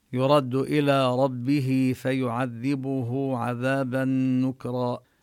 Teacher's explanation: يرد هنا الراء مفخمة مفتوحة